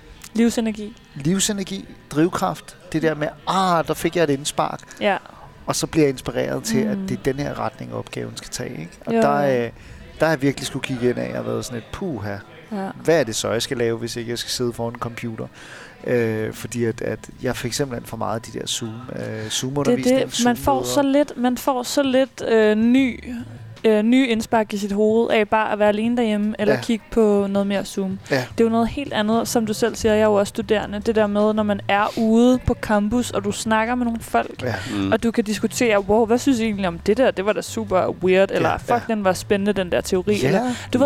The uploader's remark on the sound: Dørene åbner for første gang efter Lockdown & vi sendte live fra Salen.